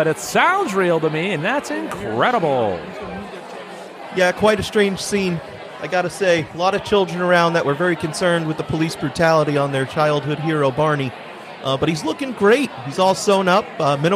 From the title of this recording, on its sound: Live from Macy's Thanksgiving Day Parade